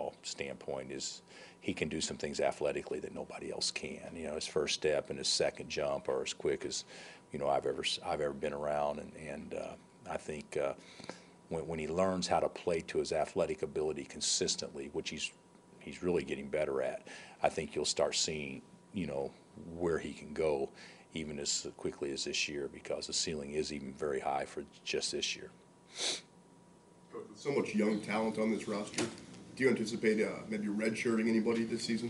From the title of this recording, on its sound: Press Conferences & Post-Game Interviews